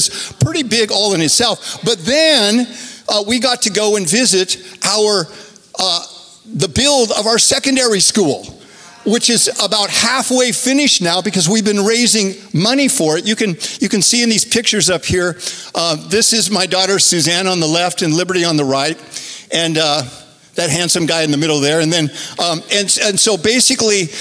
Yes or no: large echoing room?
yes